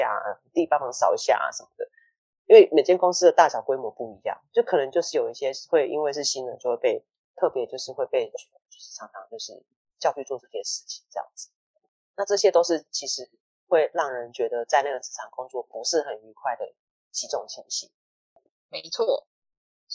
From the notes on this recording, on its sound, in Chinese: 又受鼻水蟲跟咳嗽精的攻擊，因此錄音音量不太穩定，請聽眾朋友多多包涵。